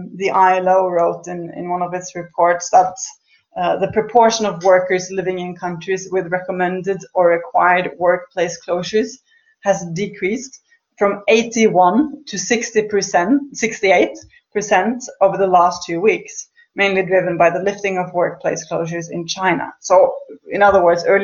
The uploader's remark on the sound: This is part of a webinar series co-organised by the SOAS Department of Economics and the SOAS Open Economics Forum.